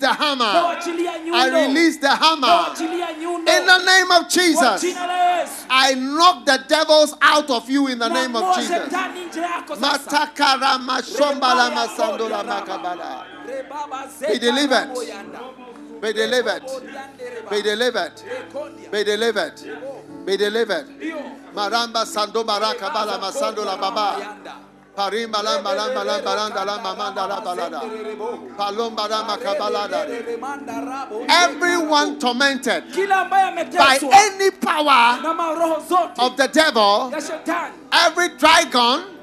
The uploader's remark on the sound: Preached at the Healing Jesus Crusade, Thika-Kenya